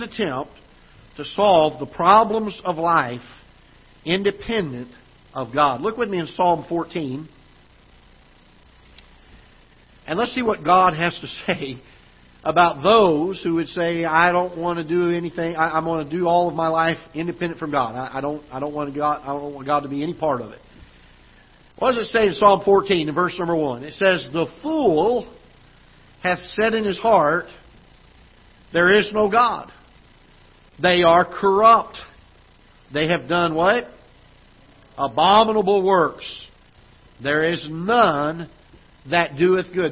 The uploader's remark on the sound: Ketha Heights Baptist Church ~ Live Broadcast